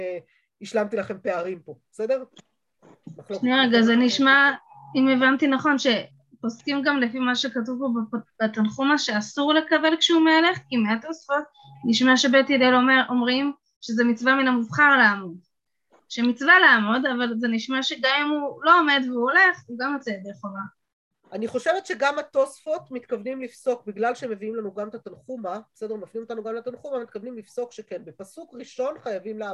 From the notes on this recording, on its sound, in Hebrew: השיעור הועבר והוקלט בזום בחודש אדר א ה'תשפ"ב.